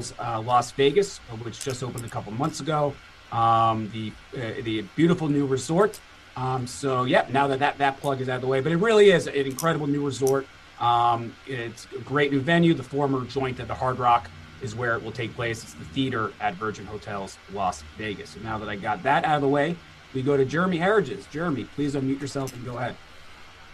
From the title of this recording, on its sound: Media Conference